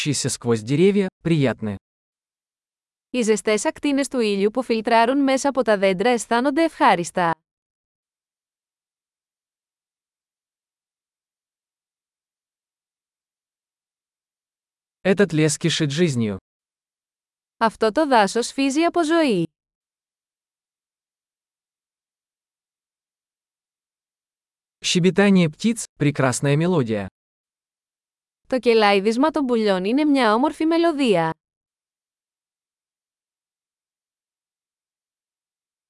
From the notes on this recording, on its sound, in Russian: Прогулка по лесу. Шум журчания ручья оказывает лечебное воздействие.